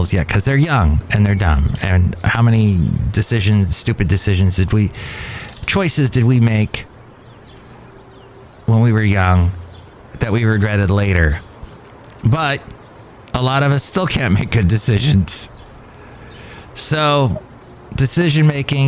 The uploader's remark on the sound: podcasts live from Cafe Anyway